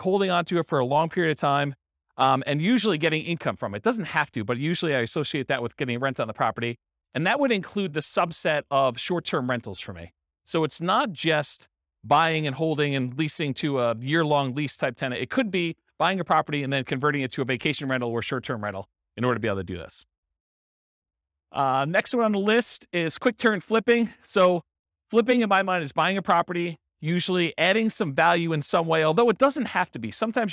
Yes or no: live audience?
yes